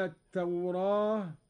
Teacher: أميلت الألف بعد الراء لوقوعها بعد راء فأشبهت ألف التأنيث